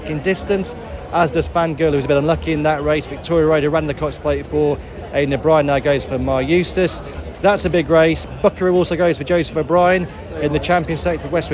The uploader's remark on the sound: coming to you from Flemington once again